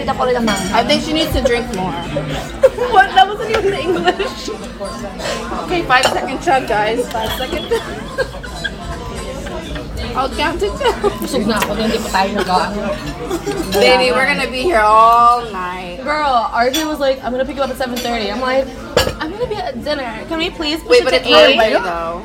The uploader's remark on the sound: We took our moms to dinner on Saturday night (excuse the restaurant ambient noise!).